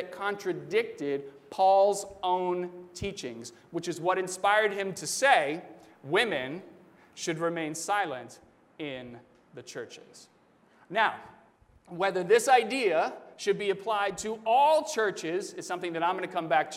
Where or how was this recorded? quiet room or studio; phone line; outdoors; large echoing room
large echoing room